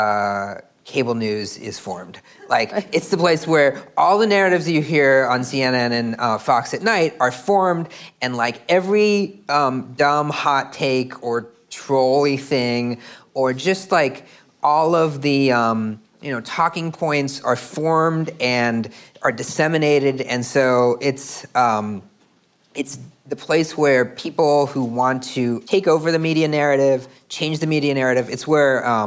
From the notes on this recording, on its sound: In front of a live audience at the University of California, Berkeley's journalism school.